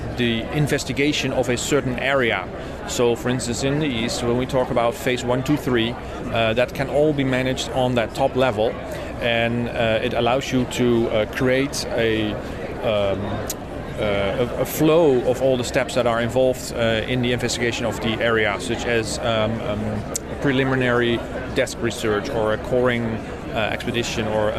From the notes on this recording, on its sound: Society for American Archaeology Meetings in Washington, D.C. Today's episode contains segments recorded in the poster room and the exhibit hall.